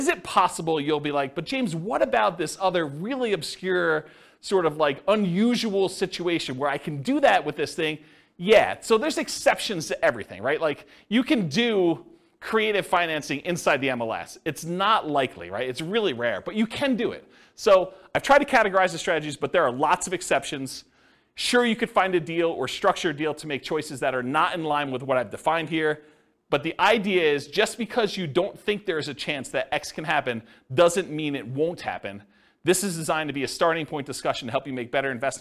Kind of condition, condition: setting, live audience